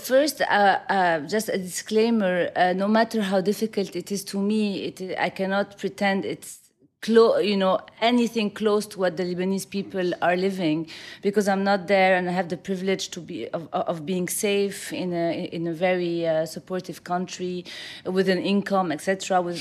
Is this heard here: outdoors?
no